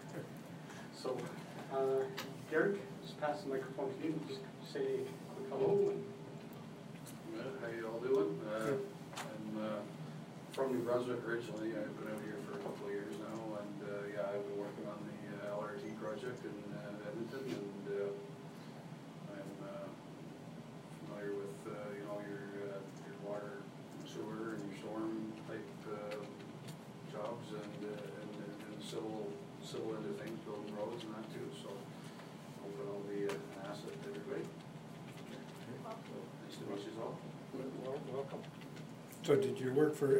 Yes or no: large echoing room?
yes